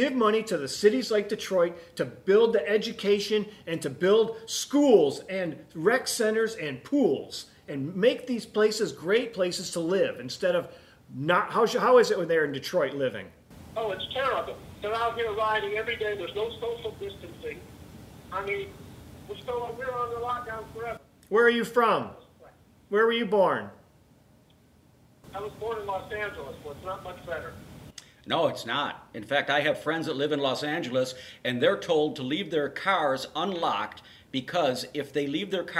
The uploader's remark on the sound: Taking phone calls